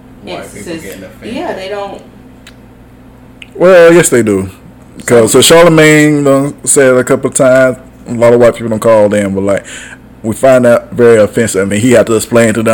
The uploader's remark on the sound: On this week's episode I f-ed the sound but it was such a good episode I still had to post it.